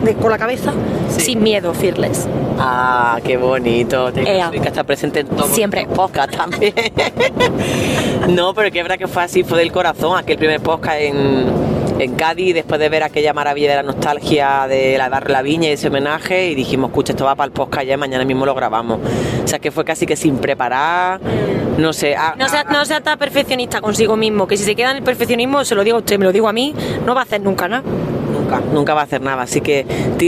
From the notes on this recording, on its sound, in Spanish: Nos mandó un precioso audio desde el coche. En el trayecto entre Balmaseda y Madrid.